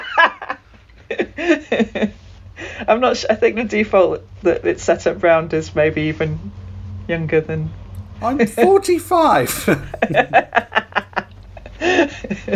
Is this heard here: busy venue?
no